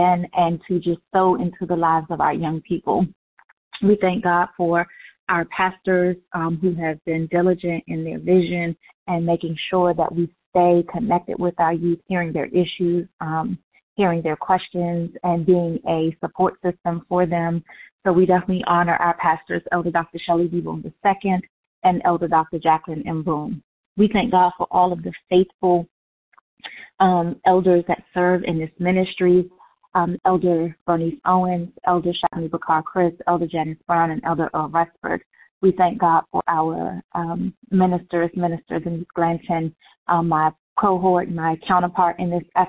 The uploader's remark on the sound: Monthly youth conference call